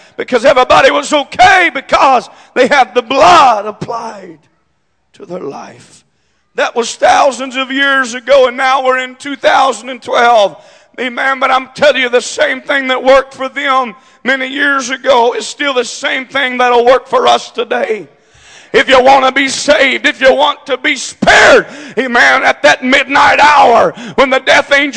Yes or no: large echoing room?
yes